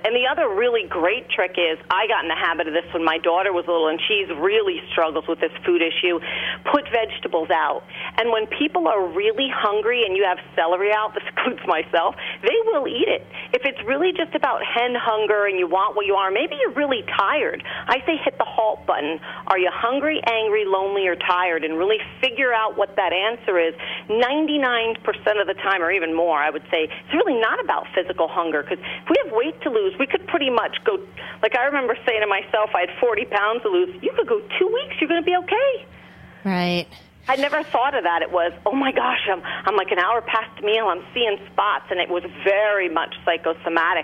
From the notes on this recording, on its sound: joined via phone